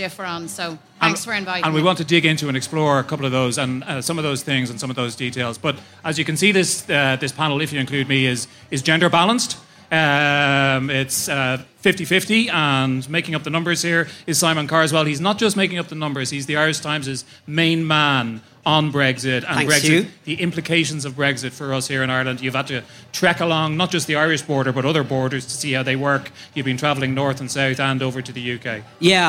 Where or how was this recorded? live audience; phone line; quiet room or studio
live audience